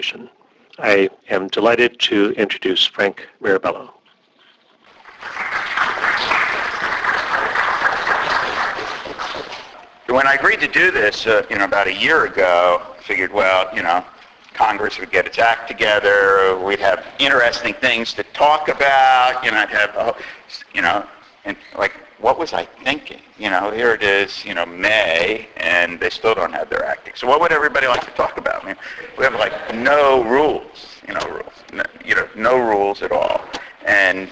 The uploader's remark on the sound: Reunions Seminar 2010